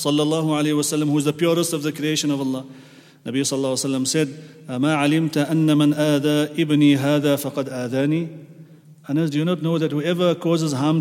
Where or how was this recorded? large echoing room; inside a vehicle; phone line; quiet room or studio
large echoing room